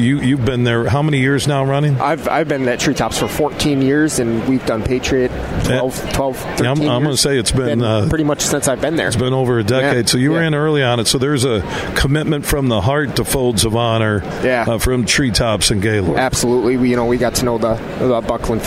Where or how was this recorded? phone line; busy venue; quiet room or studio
busy venue